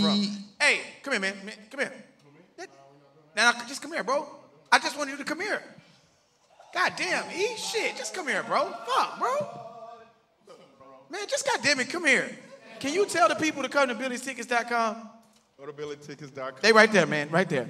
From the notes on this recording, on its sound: got together for a live taping of the podcast